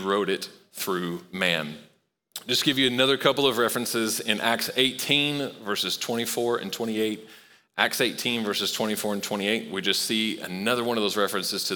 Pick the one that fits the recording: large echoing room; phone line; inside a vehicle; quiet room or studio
large echoing room